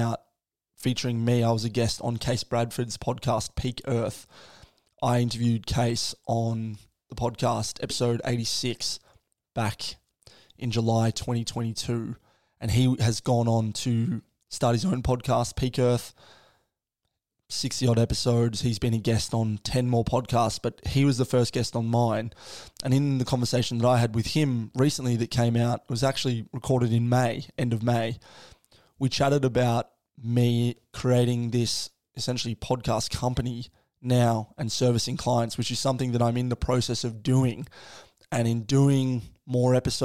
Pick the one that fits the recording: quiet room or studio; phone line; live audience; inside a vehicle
quiet room or studio